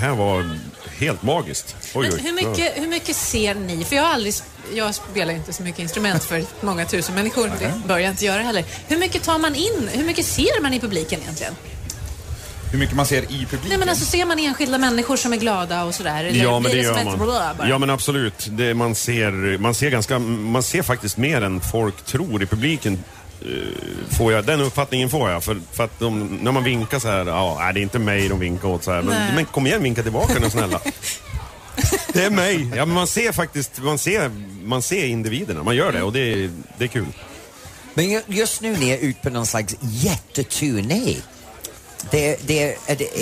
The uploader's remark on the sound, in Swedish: Live från Liseberg